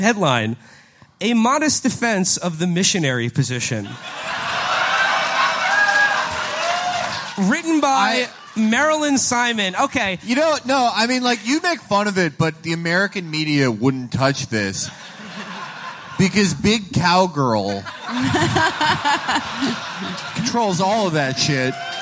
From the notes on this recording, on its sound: From our live shows in London on 6/5 and Manchester on 6/7.